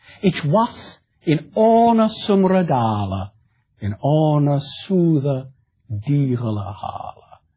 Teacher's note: This is a poem which is now in rhymed couplets, a poem in octosyllabic meter, that is, eight syllables, four stresses, iambic verse. It sounds like continental poetry.